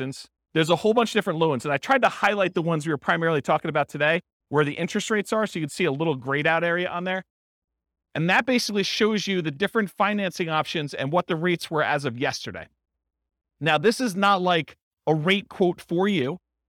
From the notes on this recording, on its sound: This was a live class recorded